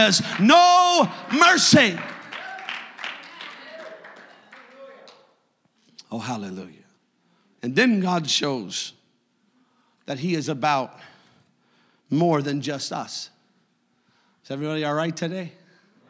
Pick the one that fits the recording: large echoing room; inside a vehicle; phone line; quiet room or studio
large echoing room